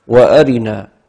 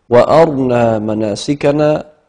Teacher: هذه الراء بعضهم يقرأها على الكسر هكذا وأرنا، على أن الكسر هو الأصل، وبعضهم يقرأها على الإسكان والإسكان تخفيف